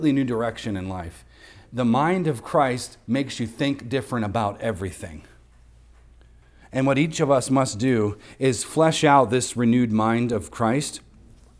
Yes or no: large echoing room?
yes